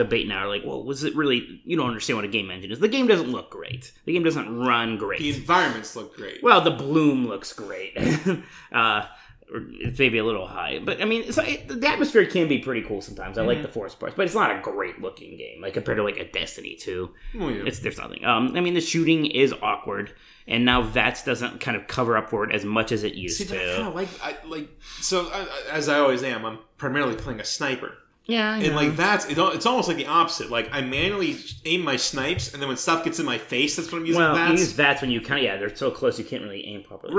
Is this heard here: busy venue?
no